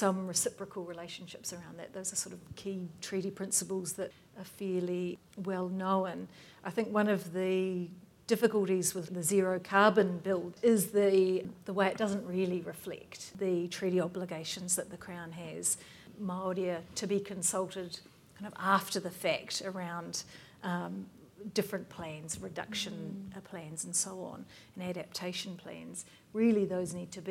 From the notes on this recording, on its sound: This podcast is an edited recording of a kōrero between two contributors to the book. At the book’s Auckland book launch in July.